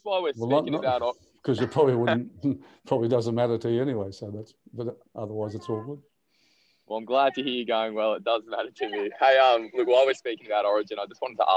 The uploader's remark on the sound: Talks to the media via Zoom.